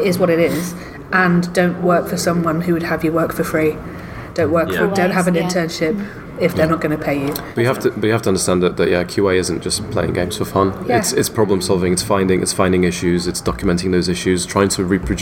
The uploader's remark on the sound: Recorded at EGX Rezzed 2017. The first of this year's GamesIndustry.biz Careers Fairs.